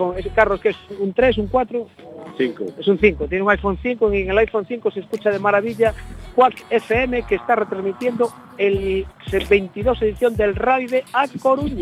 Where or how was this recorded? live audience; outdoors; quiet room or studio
outdoors